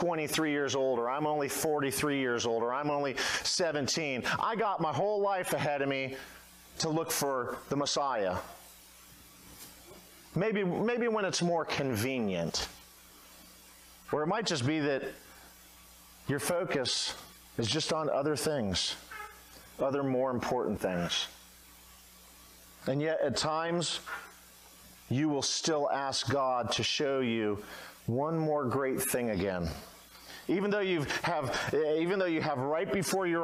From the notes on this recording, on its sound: at Redeemer Baptist Church at Romeo in Dunnellon, Florida